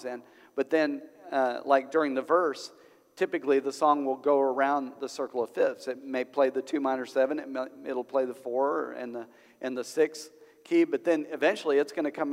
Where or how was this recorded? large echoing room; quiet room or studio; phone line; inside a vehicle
large echoing room